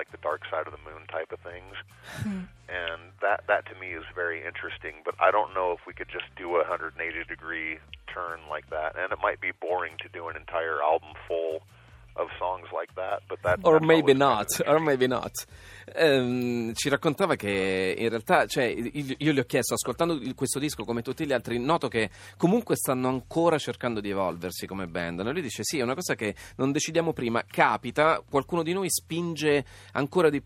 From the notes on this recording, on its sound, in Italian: Al telefono